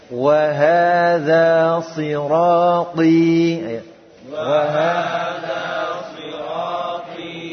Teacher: Ketika mengucapkan huruf to yang berkasrah, sad atau wa, maka bibirnya tidak maju ke depan.